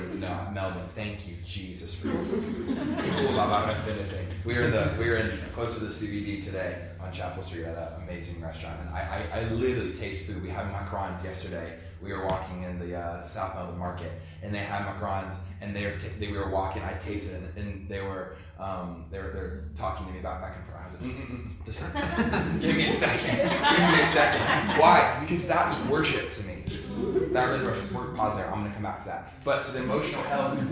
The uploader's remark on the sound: Fire & Light Conference 2018 Saturday 23rd June 2018 Destiny Church Melbourne.